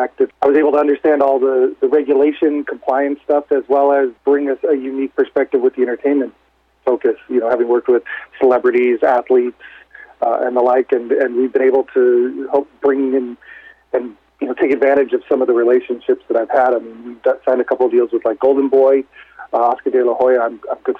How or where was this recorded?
phone line